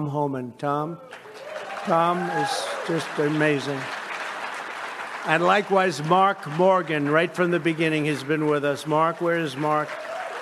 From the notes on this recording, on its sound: Heritage’s Annual Leadership Conference in Amelia Island, Florida.